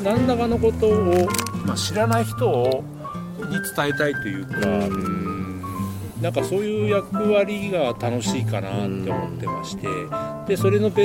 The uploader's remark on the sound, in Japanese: 富士山をバッグに３人対談